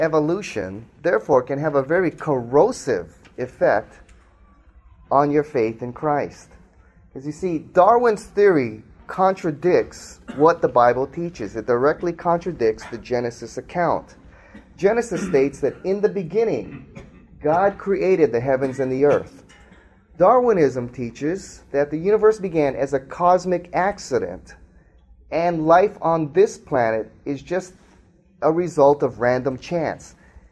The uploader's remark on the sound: speaks to a live audience